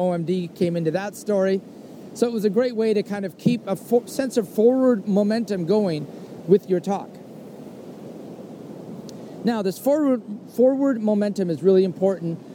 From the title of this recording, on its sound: soliloquy on a trail